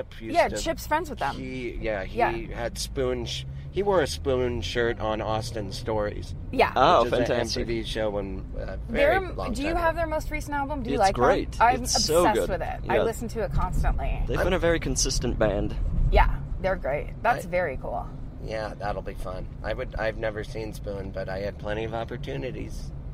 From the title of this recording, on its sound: In the Car